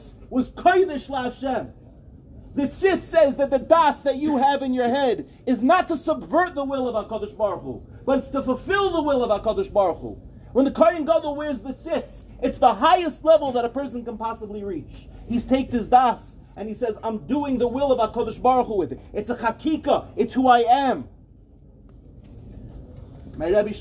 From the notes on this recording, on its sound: In this shiur, delivered at NCSY Kollel Mishmar